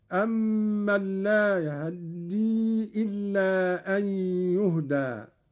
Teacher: قرأ قالون باختلاس فتحة الهاء، وهو اختلاس الجزء الأكبر من الفتحة مع السرعة، وله أيضا الإسكان، وكل من الاختلاس والإسكان ورد لغة وقراءة هكذا: أمن لا يهدي إلا أن يهدى.